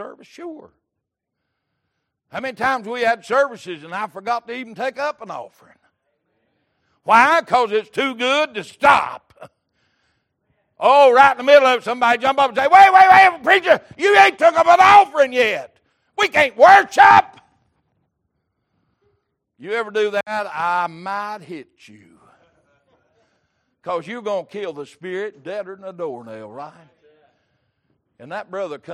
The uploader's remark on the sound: Sunday Evening Service